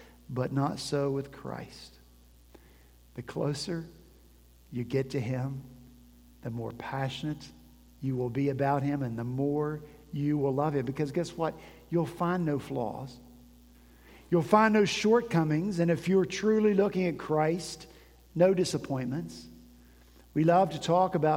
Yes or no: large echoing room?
yes